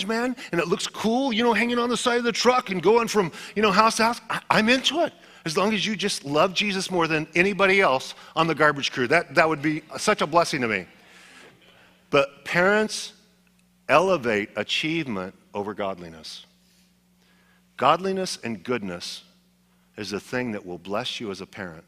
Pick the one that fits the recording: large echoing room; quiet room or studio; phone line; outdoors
large echoing room